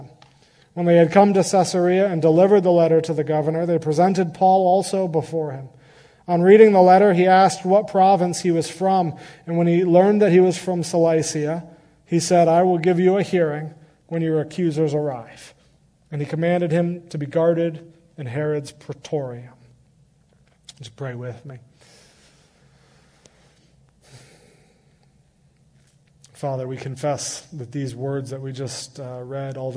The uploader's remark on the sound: Recorded live on Sunday, August 7, 2022